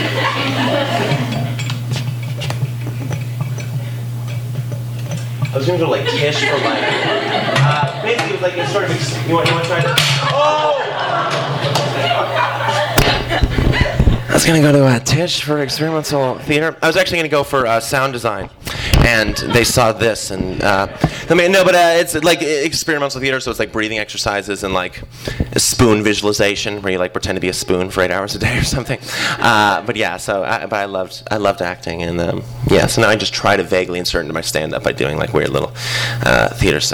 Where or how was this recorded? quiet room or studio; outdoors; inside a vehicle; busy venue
busy venue